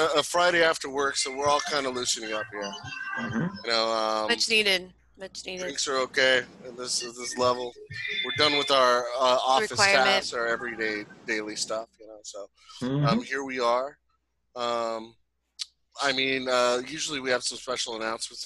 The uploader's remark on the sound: Zoom Happy Hour Friday Special